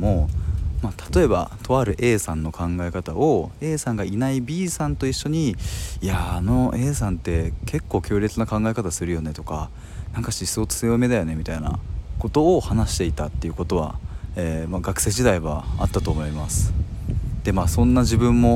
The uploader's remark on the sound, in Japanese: 外からの収録なので雑音がうるさくてすみません